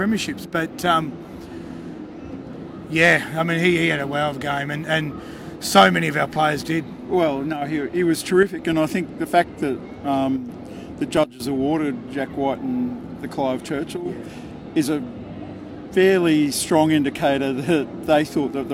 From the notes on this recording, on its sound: The Greenhouse Live was on location at Sydney Olympic Park after the 2019 Grand Final.